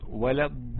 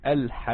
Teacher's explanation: الالف حرف مد جه بعده اللام مشدده، اللام اللي بعده مشدده · Term: المد اللازم الكلمي المثقل